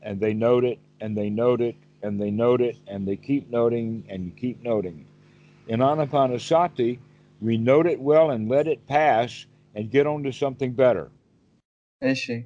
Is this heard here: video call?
yes